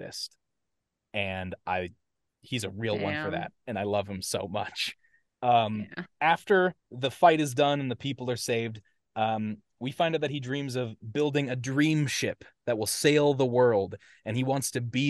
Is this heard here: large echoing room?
no